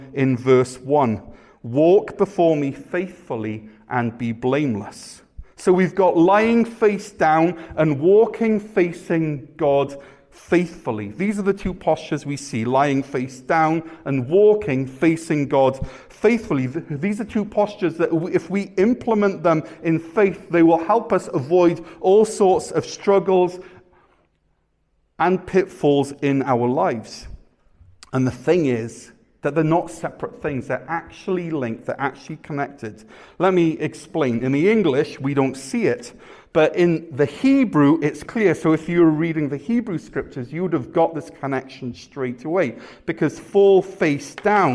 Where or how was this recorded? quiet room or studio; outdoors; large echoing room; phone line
large echoing room